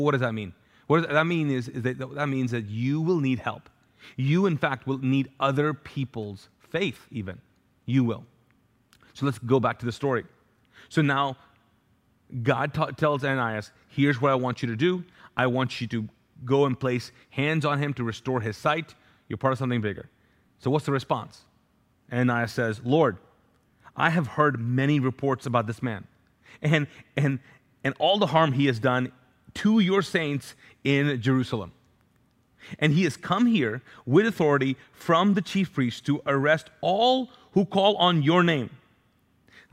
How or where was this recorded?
large echoing room